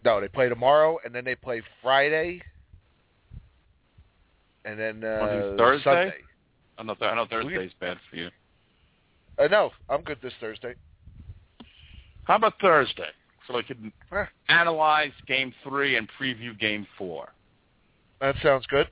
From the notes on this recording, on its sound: The one true voice of the New York Rangers fan, we take your calls and there is a live chat throughout the show.